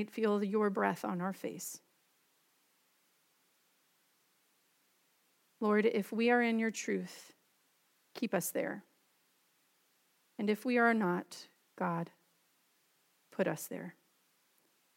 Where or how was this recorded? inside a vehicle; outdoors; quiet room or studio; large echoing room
large echoing room